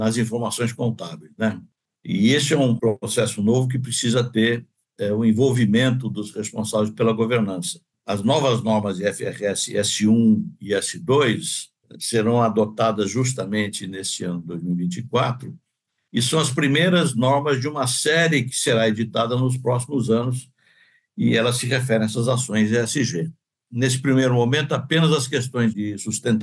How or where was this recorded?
video call